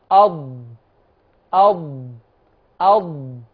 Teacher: اصطدمت بالأضراس العليا، جرب، جربي، أض أض أض، أدي الحافة بتصطدم بالأضراس العليا · Term: مخرج الضاد